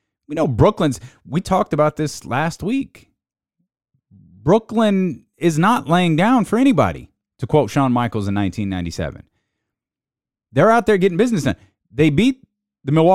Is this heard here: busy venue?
no